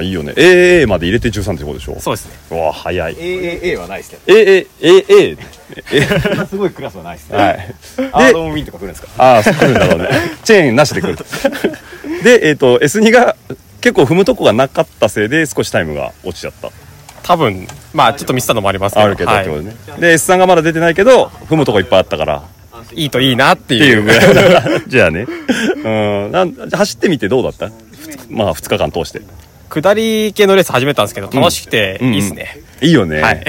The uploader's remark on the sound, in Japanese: 今週は先日、長野県野沢温泉で行われたENSの模様をお届けします。今週も現地での収録となりますので、臨場感をお楽しみください。